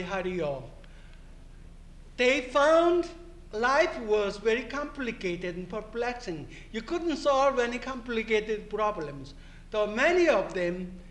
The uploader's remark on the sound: This is the sixth part of the third day of the World Translation Conference.